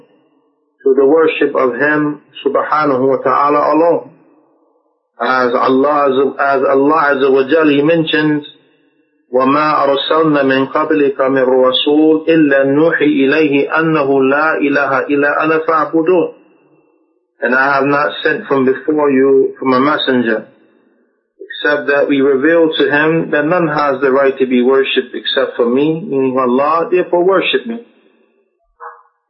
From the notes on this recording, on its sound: Lecture hosted by Masjid Al Bukhaari, Riviera Beach, Fl